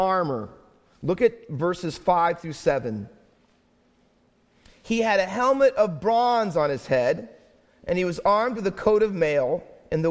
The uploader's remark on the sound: Faith Baptist Church in Hamilton, NJ.